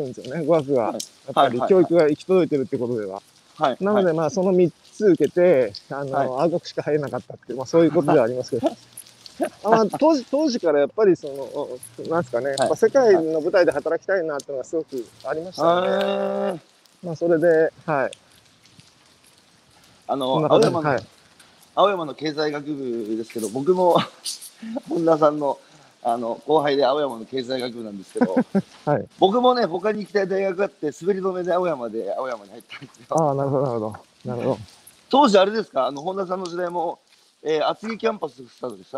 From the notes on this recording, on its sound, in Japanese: 歩きながら1時間、対談する